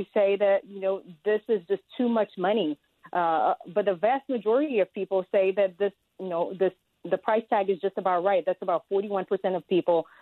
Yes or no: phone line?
yes